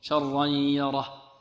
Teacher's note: الياء مرقة والراء مفخمة والها مرقة